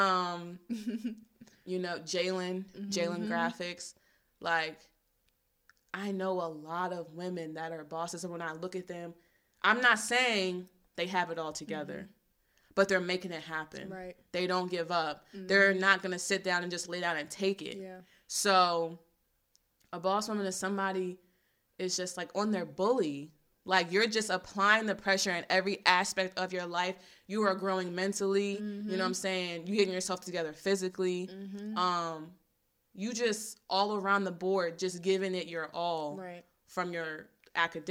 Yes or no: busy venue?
no